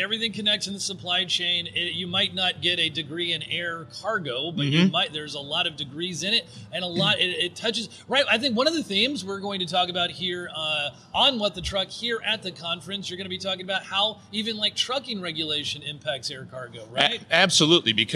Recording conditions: busy venue